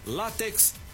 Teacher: látex, palavra paroxítona com sílaba tônica no lá e ainda com acento